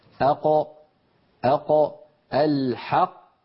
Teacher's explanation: القاف كما نرى في اللوحة تخرج من أقصى اللسان مع ما يحاذيها من الحنك اللحمي.